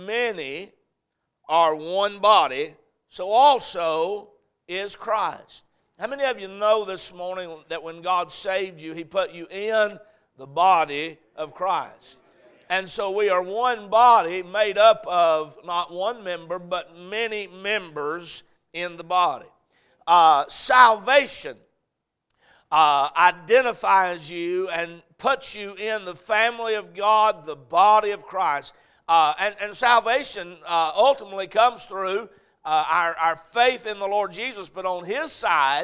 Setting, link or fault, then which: setting, large echoing room